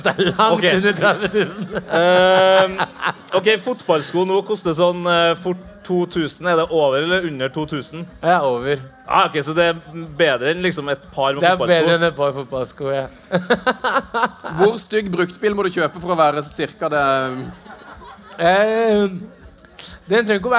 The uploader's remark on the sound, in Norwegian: får du æren av å være publikummer av vårt liveshow fra Slottsfjellfestivalen